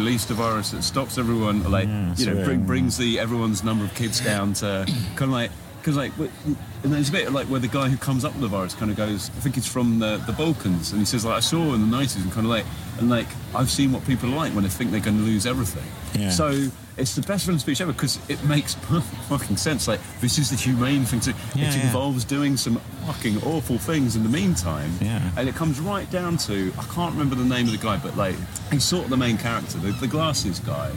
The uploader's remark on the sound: Joins us live from Edinburgh Fringe, hence the clear background noise of people having way too much fun in the daytime.